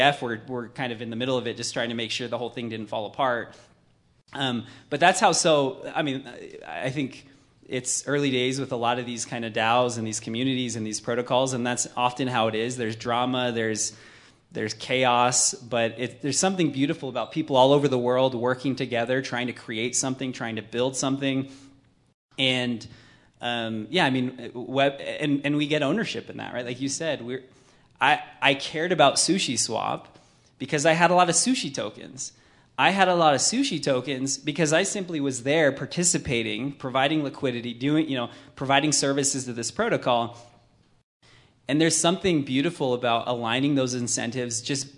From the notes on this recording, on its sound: He came to Silicon Slopes HQ in jeans and Jordan’s. Joined us on stage for Silicon Slopes Conversations Friday, November 4, 2022.